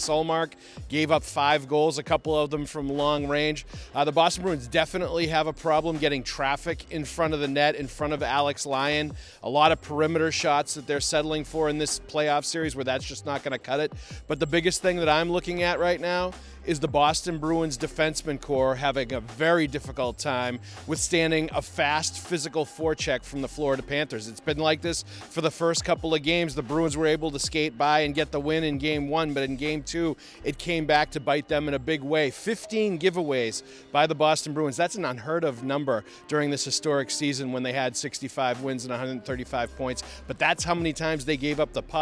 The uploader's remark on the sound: BOSTON. Reports LIVE from TD Garden.